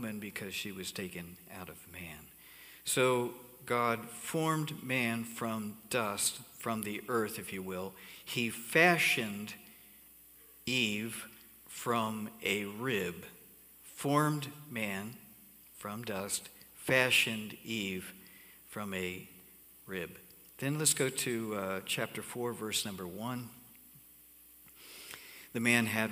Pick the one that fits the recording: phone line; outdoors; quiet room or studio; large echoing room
large echoing room